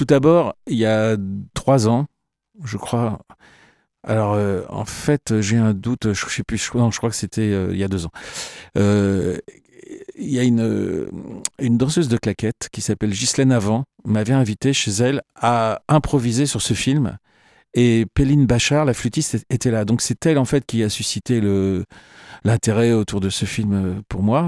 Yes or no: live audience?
no